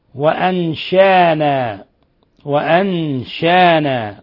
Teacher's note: هذه قراءة السوسي وأبو جعفر وحمزة عند الوقف بإبدال الهمزة ألفا